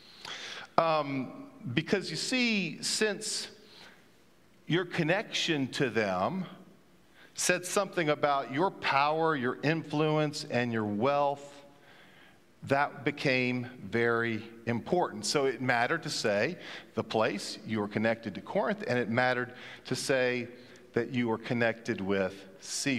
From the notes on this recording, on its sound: at Pender’s Traditional Service